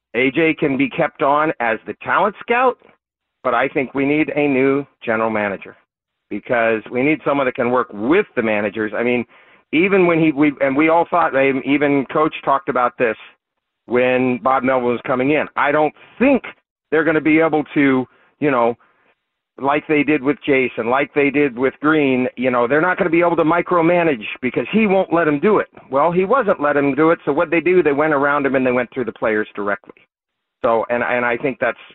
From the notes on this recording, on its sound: Phone calls about the state of the Padres.